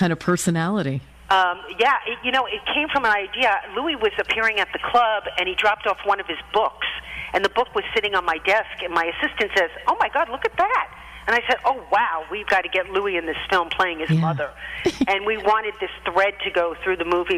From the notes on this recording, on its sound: checked in on the star phone